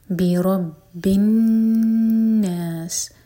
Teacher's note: نون پر غنہ کریں گے یعنی کہ اس کو دو سیکنڈس ہولڈ کریں گے، اور ان میں سین پر سیٹی والی آواز آنی چاہیے.